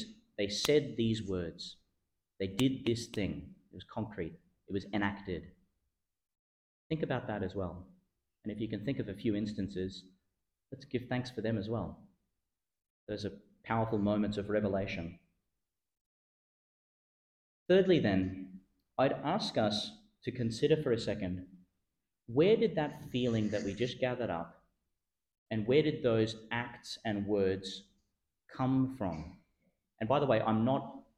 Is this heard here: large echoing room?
yes